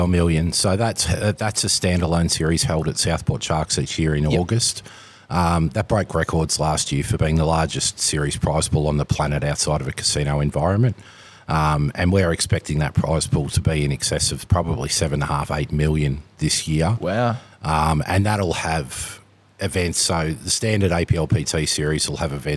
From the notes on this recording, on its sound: live at the APLPT Melbourne at Club Italia